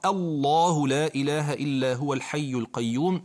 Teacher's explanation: بتفخيم لام اسم الجلالة